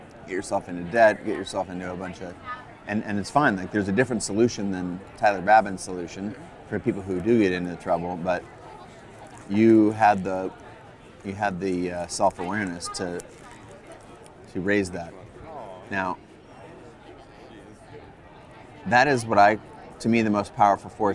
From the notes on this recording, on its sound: Instead of the usual studio conversation. Recorded the show while grabbing a burger & margarita just around the corner from CreativeLive in Seattle. It’s a bit loud at times, but I think the ‘fly on the wall’ experience is absolutely worth it.